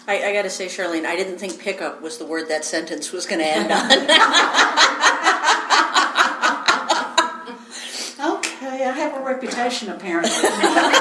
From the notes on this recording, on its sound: This episode is LIVE FROM PHOENIX COMICON.